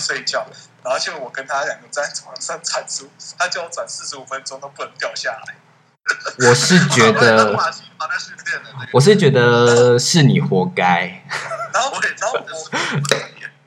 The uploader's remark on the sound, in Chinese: 這次跟三位好友一起直播。音質我盡力了非常之抱歉。